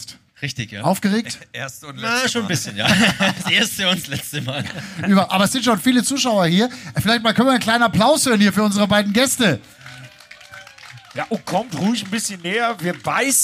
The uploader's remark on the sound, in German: Live aus Oschersleben. Zu viert sprechen sie live vor Publikum am Samstag in Oschersleben unmittelbar nach dem DTM Auftakt der Saison 2023.